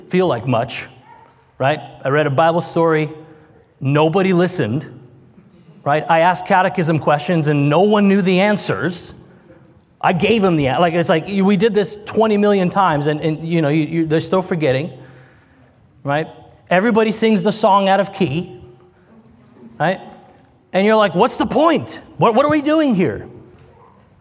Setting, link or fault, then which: setting, live audience